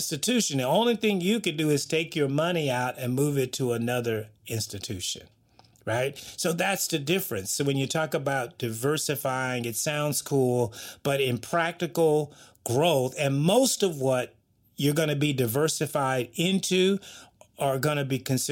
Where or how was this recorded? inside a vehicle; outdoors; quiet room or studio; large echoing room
quiet room or studio